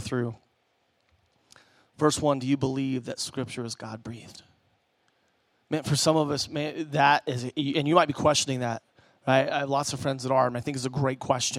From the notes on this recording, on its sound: Preached at Emmaus Church on Sunday, October 27th, 2019.